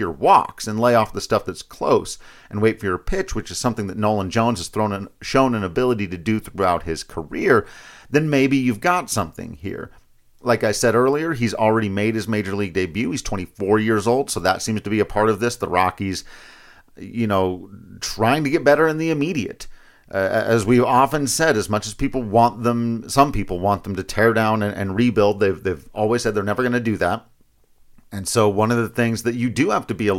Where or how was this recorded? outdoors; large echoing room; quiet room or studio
quiet room or studio